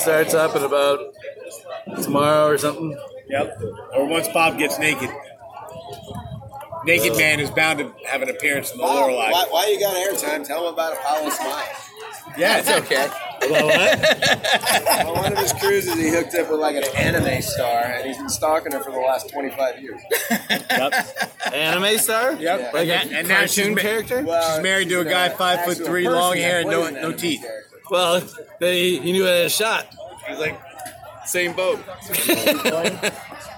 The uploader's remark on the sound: roundtable talk with boys at the Lorelei bar in Islamorada Florida